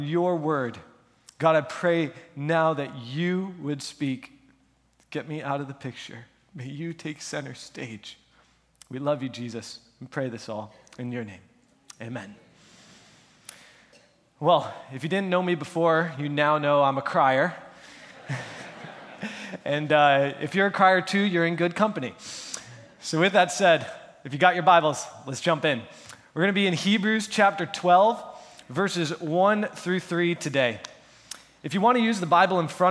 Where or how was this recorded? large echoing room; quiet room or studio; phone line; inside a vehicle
large echoing room